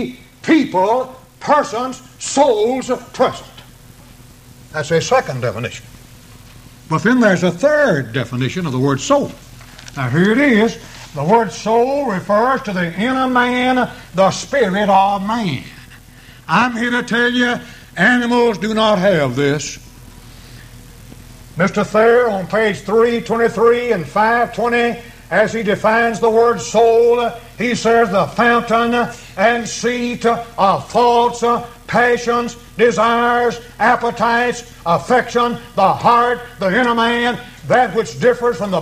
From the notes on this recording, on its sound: Preached this sermon at the East Columbus church of Christ.